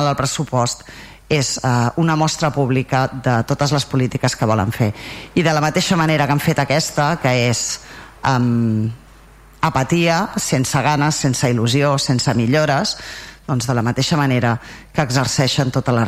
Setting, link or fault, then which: setting, large echoing room